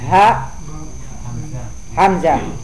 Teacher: sebutkan huruf yang keluar dari tenggorokan. Tenggorokan paling bawah.